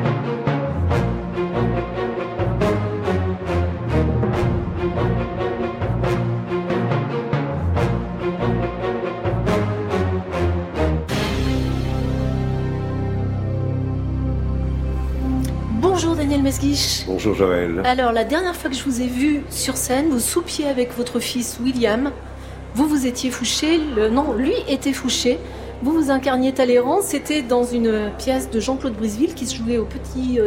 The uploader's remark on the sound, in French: C’est en direct depuis le Salon du Livre à Paris que nous ouvrirons notre émission.